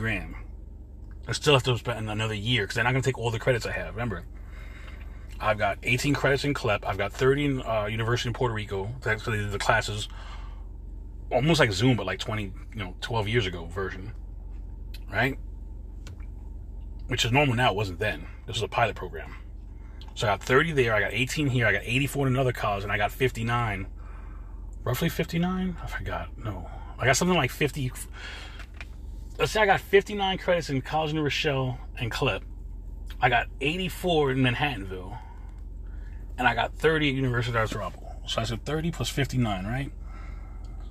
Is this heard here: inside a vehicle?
yes